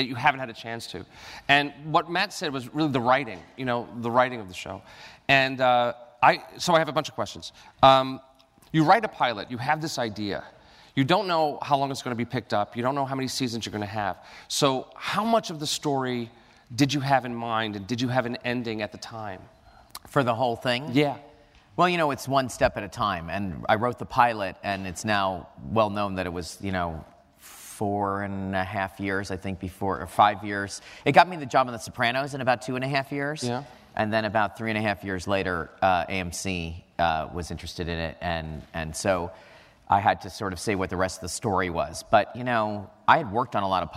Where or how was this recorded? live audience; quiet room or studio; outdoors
live audience